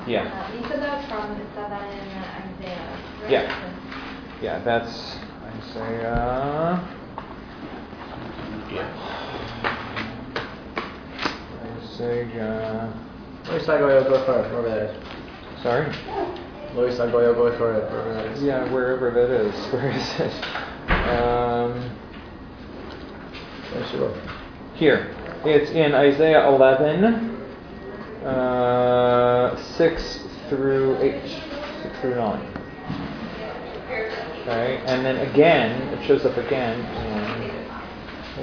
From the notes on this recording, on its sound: This is a recording of the fifth session of a five session class. As part of Drisha's July Week of Summer Learning.